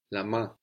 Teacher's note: This is spelled M-A-I-N. We don't hear that N.